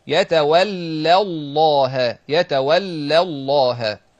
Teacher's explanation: يبقى ومن يتولى، يتولى دي مرققة، لكن اللي بعدها مفخمة على طول · Term: اللام مرققة